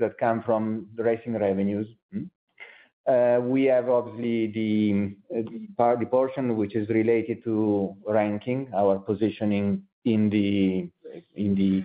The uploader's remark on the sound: 2023 Q2 Results Conference Call. Ferrari N.V. 2023 Q2 Results Conference Call.